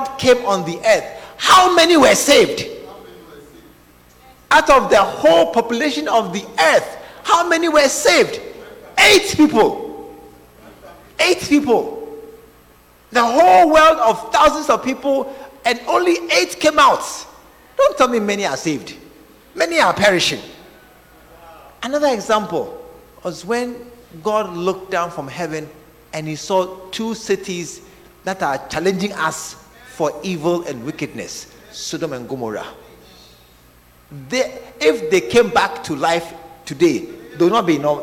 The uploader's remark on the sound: Preached At The Art Of Evangelism Conference